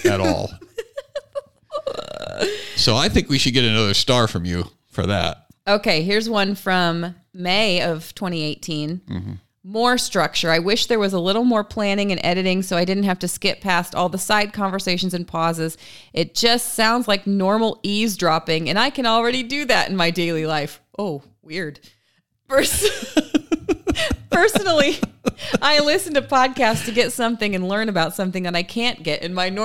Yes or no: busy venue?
no